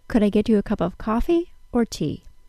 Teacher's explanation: I raised my pitch on the word coffee and dropped it on tea